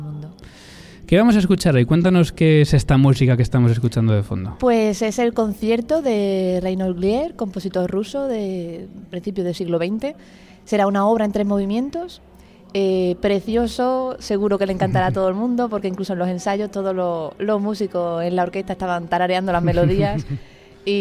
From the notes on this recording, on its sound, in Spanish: En directo en El Ático 94 en el Auditorio Nacional de Música de Madrid, en la previa del concierto de la Joven Orquesta Nacional de España.